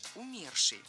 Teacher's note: Умерший – это неверно. В этом слове ударение должно падать на второй слог